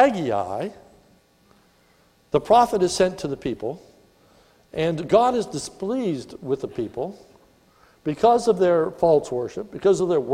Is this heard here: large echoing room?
yes